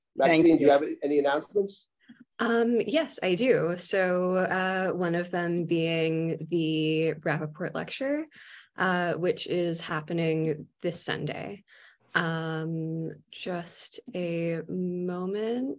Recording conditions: video call